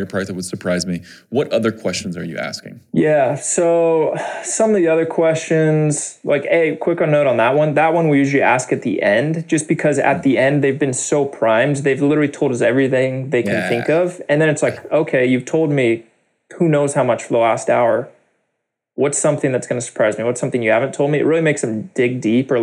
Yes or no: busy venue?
no